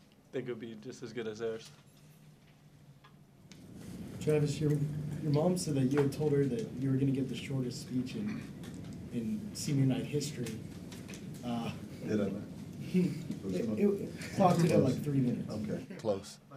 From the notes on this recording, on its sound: Press Conferences & Post-Game Interviews. Talk to reporters following the Jayhawks' 79-42 victory over Texas Tech.